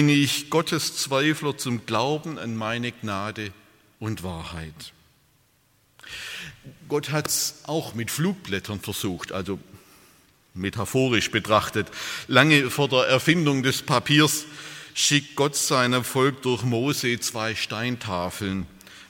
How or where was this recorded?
large echoing room